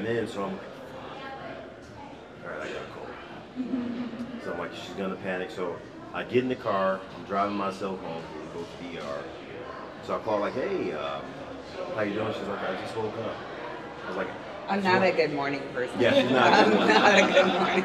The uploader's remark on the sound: The Mocha's live at Splash Mocha.